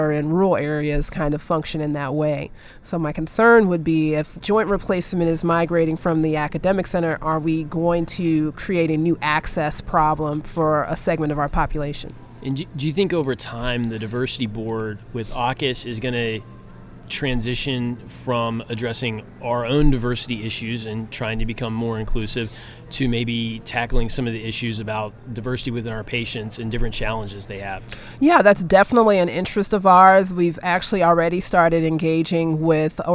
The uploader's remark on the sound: recorded at the 2021 AAHKS Annual Meeting